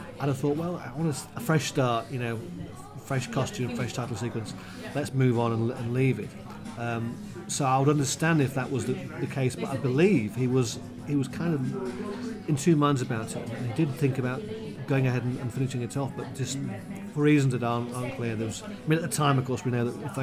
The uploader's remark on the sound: We're on location, punting on the Cam!